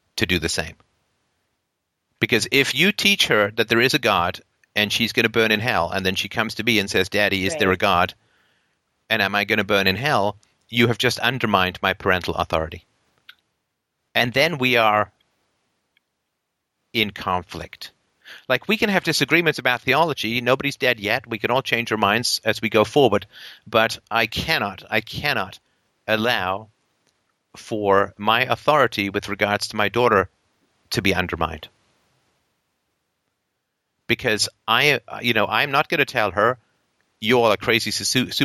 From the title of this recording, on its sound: Saturday Call In Show